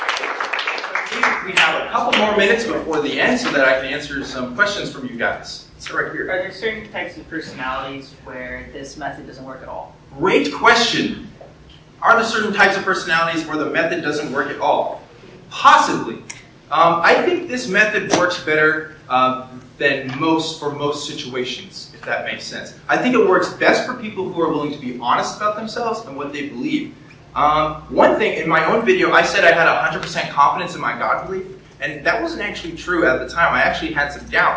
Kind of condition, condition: setting, live audience